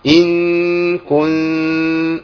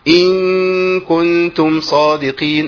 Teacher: عندي غنتين ورا بعض لازم ابينهم، ان كن والزمن واحد، لان في بعضهم يعمل ايه يشبع واحده ويضيع الثانيه.